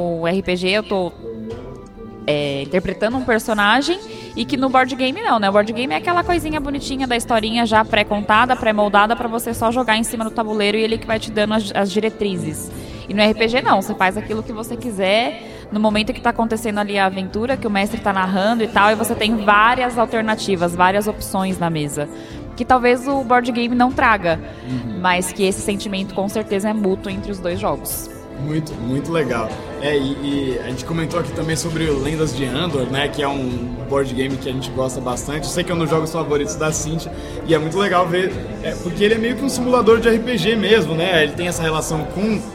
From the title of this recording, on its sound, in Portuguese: Ao vivo do Balde Galático